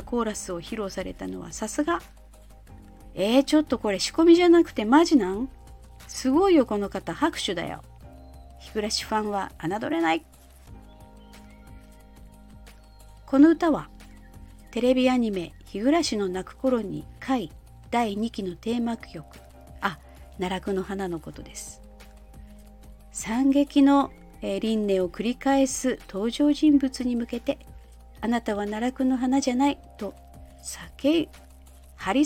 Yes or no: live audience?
no